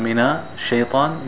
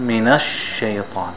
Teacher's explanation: Pronouncing it, elongating it, two beats or two sheens there · Shown in: second take · Term: shadda